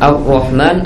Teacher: ro dalam kondisi fathah itu wajib tafkhim